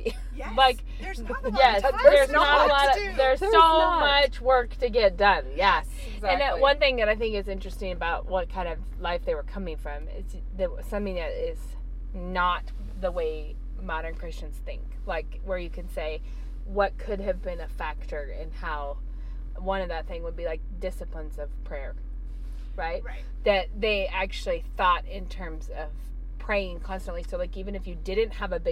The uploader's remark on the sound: Not only did we podcast while driving around town.